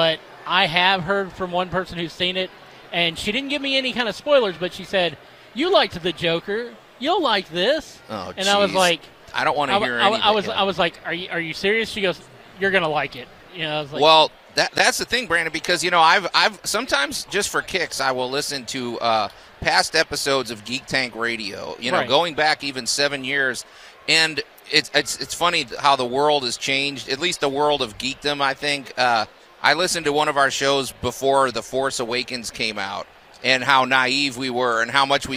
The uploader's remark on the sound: broadcast live from The Home Show of the MidSouth.